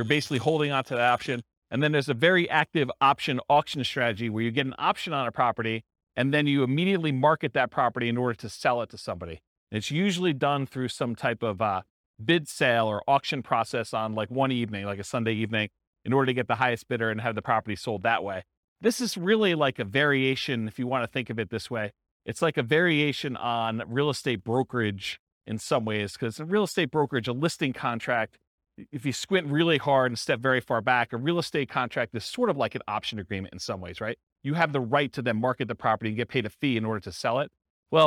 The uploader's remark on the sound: This was a live class recorded